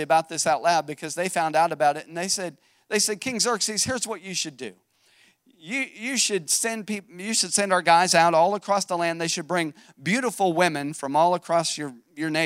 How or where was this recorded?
large echoing room